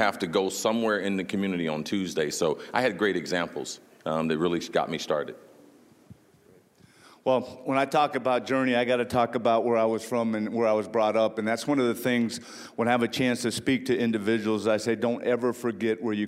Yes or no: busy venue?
yes